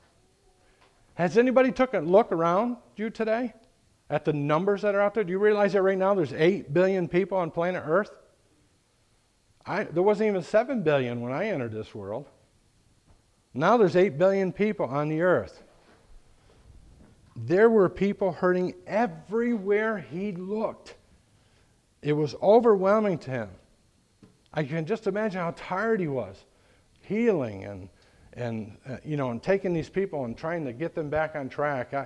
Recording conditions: large echoing room